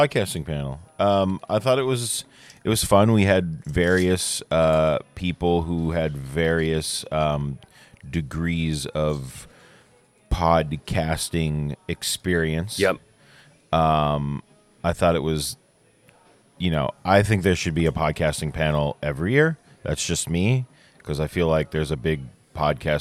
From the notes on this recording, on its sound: LIVE from the lobby of the LAX Marriott. We hope everyone is having a lovely con.